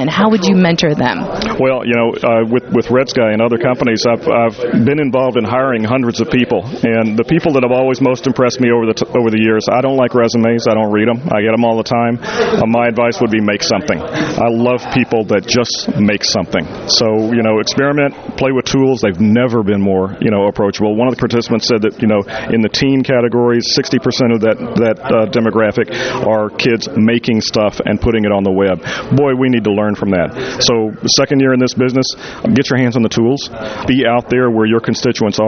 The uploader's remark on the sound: LIVE from the floor of ad-tech New York